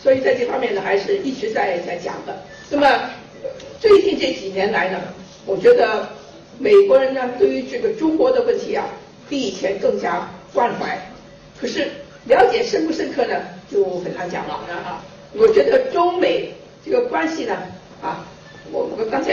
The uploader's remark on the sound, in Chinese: 走进上海格致中学大礼堂，精神矍铄。40多分钟的演讲，她始终站着，并且不拿讲稿。她讲话的声音洪亮，慧识的妙语几度将现场气氛推向高潮。